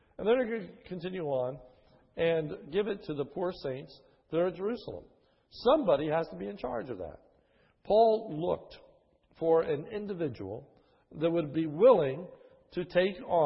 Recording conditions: large echoing room